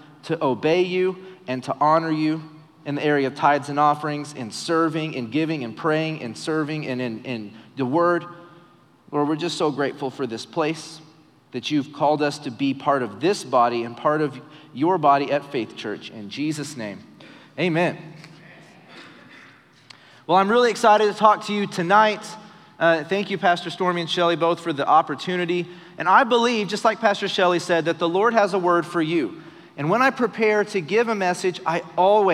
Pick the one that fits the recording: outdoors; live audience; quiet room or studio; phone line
live audience